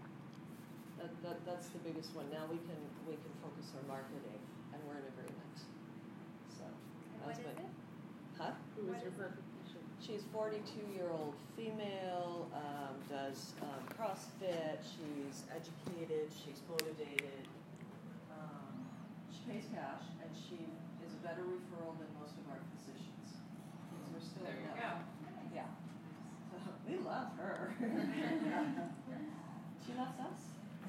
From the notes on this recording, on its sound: This one is a recording of a great discussion that took place during my recent 3-Day Marketing Bootcamp in New Orleans. It’s the morning of day 2 - listen in as the room reflects on the learning that took place the day before.